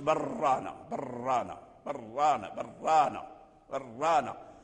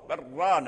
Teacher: تتعدد الراءات، برانا برانا، ما تقولش برانا برانا برانا برانا برانا، تخفي تخفي التكرير وتظهر الشدة · Shown in: second take · عود الشدة تظهرها برانا، لأن الراء اللام مدغم في الراء.